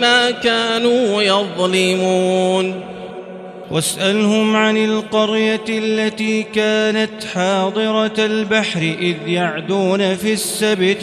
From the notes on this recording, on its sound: This is Live Recitation from Masjid ul-Haram in Al-Makkah Al-Mukarramah. Special thanks to Haramain Recordings for this recitation.